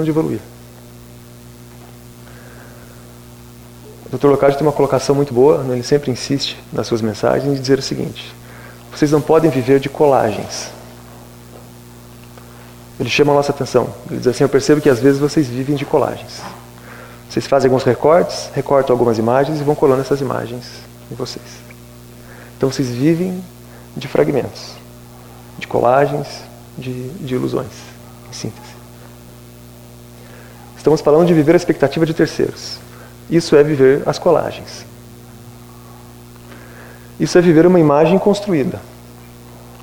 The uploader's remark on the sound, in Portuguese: Palestra ao Público